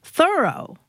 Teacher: pronounced Thoreau, with the accent on the first syllable